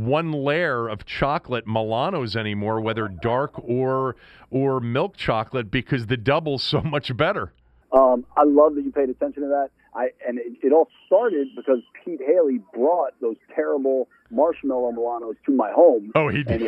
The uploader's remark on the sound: called in from Ashburn